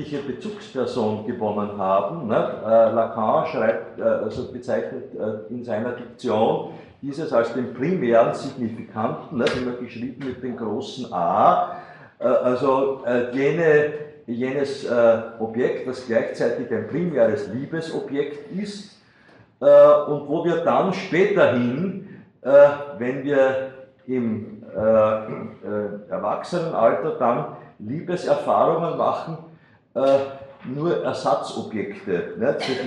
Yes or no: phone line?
no